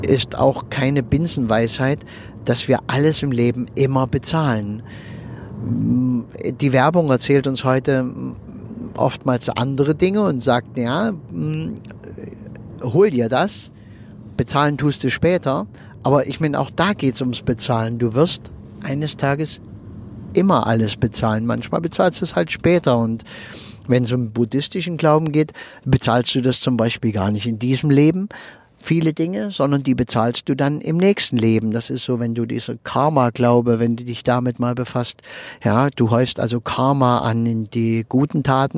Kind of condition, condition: setting, inside a vehicle